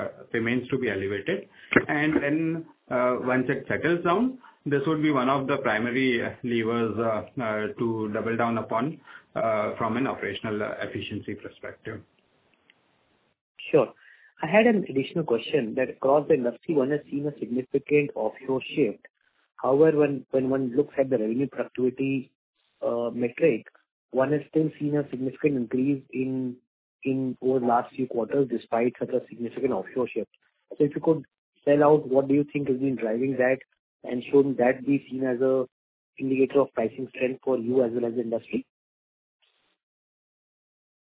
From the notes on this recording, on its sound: Audio recording of results discussion/conference call